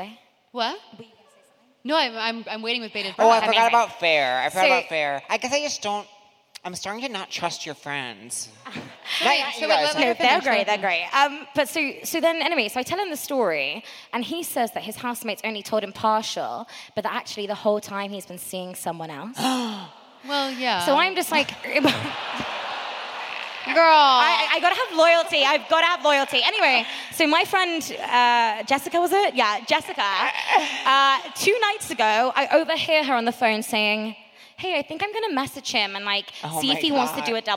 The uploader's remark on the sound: Seek Treatment Live: London.